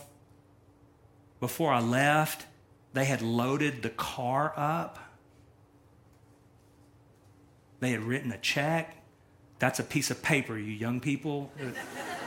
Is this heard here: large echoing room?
yes